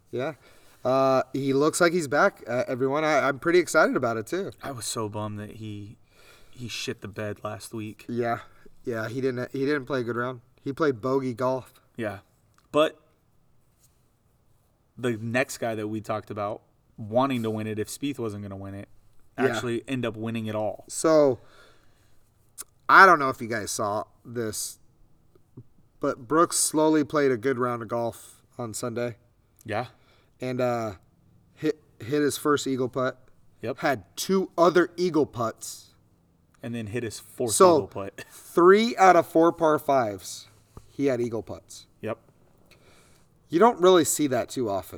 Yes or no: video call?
no